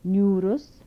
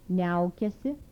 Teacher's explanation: Dental nasals with palatalization.